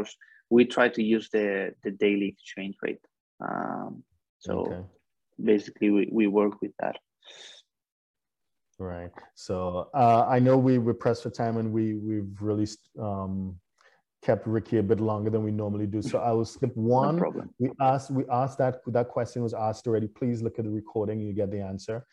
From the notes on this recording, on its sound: For those joining us on Zoom.